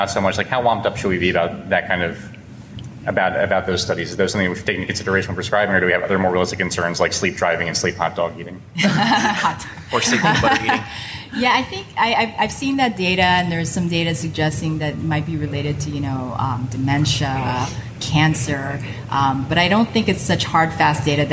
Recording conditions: live audience